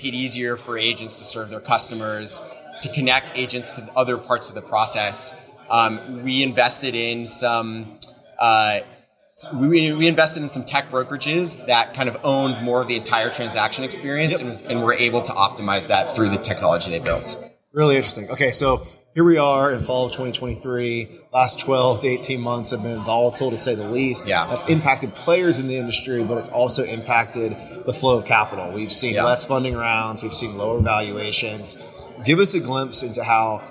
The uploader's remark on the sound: This episode was recorded at our recent HousingWire Annual event